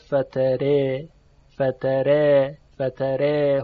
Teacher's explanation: در اینجا الف تقلیل می شود و به تبعش حرف را هم ترقیق